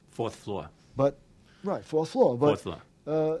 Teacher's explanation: New Yorkers in their everyday speech are still R-less.